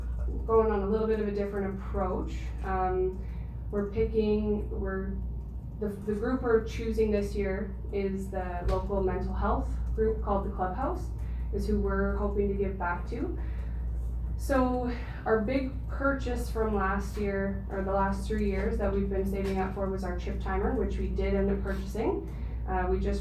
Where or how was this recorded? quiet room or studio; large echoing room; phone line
large echoing room